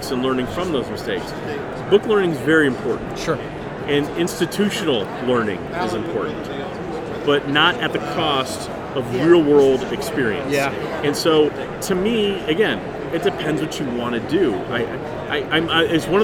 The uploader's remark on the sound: recording LIVE at the Evans booth at PPAI Expo